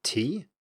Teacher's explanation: with a rising pitch indicating that it is a question